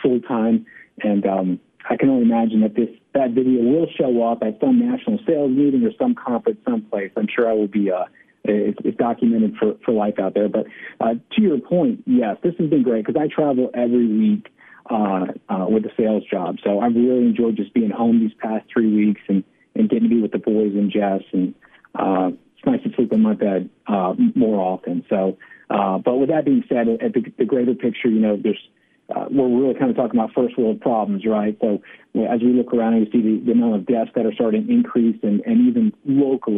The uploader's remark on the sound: joined over the phone by several guests